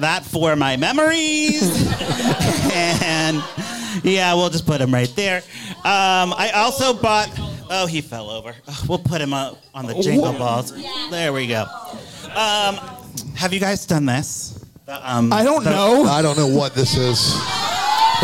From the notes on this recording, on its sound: LIVE from Bramble Fest 2023